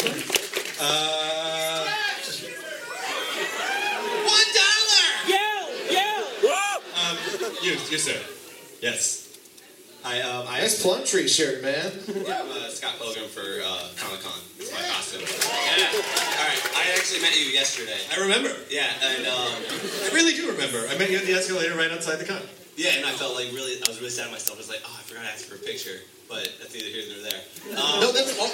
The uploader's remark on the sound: This episode of Nerdist from NY Comic Con almost didn't happen! This amazing show at The Best Buy theater. Accidentally didn't get recorded, but then (thanks to the magic of iPhones and social media) we found someone who had recorded it from the audience.